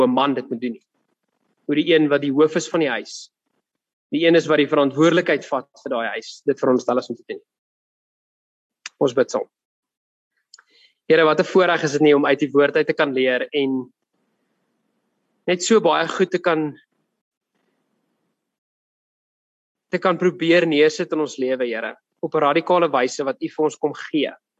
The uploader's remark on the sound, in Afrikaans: Woord Sonder Grense Mannebediening se saalbyeenkomste by Choose Life Church *(CLC)* vind plaas op Dinsdae oggende vanaf 6:00 tot 7:00 by *CLC* se saal. Zoom* byeenkomste word gefasiliteer tesame, en op dieselfde tyd, as die saalbyeenkoms.